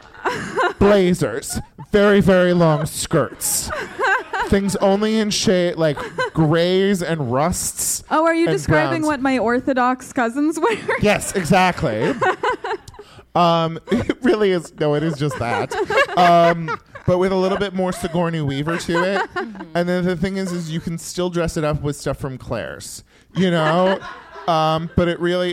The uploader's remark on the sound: LIVE at Lyric Hyperion. Recorded at Lyric Hyperion in Los Angeles.